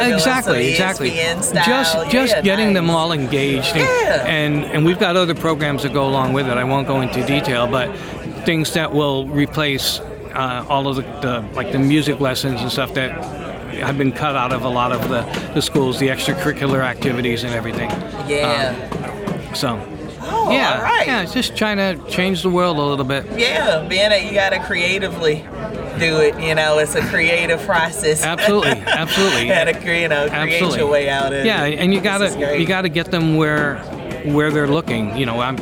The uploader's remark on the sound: We speak with a few of the attendees of Artist Relation's Endorse Expo. We also interviewed manufacturers like IK Multimedia and Fir IEMs on their latest gear revealed for Summer NAMM 2021!